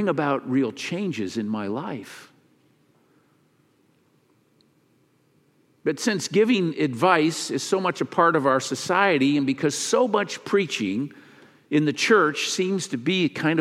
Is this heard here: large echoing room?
yes